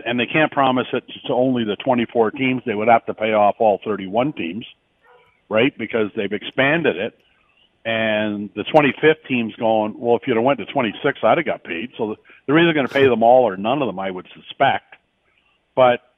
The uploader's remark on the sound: opens up the phone lines to get your take